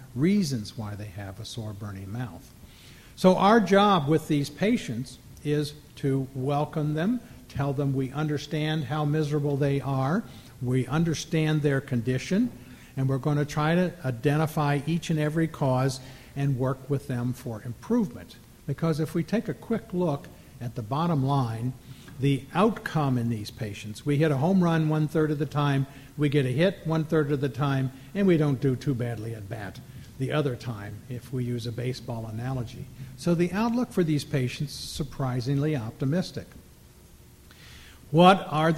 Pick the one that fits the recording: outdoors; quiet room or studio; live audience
live audience